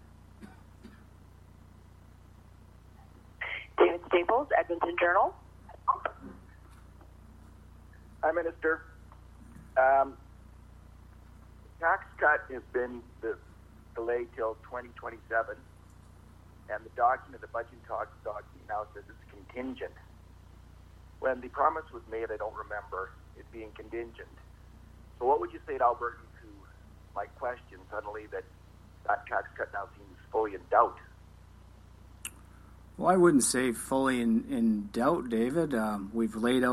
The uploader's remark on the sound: Budget 2024 media briefing (by teleconference).